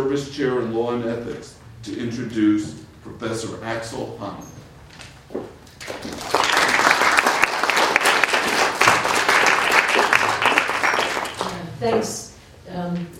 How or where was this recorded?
large echoing room